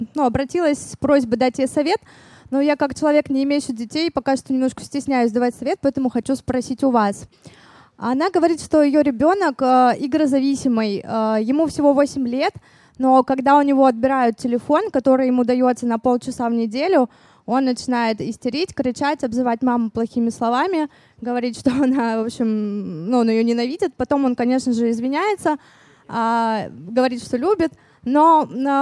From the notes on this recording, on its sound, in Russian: Выпуск, записанный в баре. Он записан перед живой аудиторией в московском баре Noor.